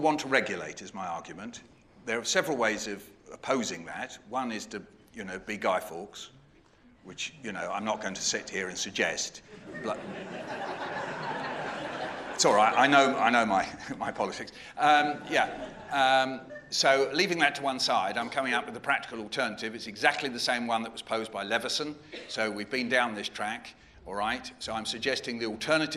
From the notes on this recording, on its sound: CMC 2018 - Opening Keynote. Delivered the opening keynote at this year’s CMC.